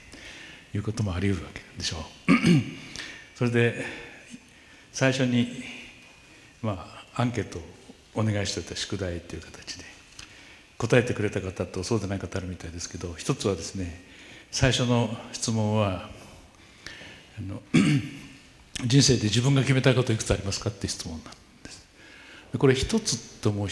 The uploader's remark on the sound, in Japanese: FM FESTIVAL 2012 未来授業。大学生と真剣に向き合い、直接議論を交わしながら行う１回限りの公開授業。TOKYO FM ホールで行なわれた。